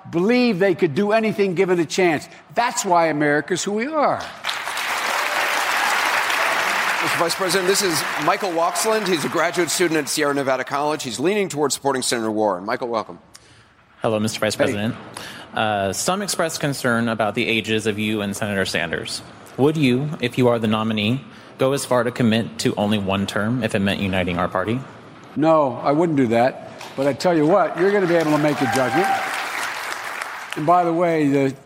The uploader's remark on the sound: questions from voters in Nevada during a live town hall